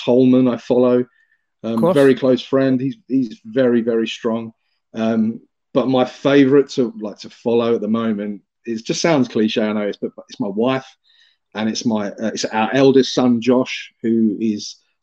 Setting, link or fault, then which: link, video call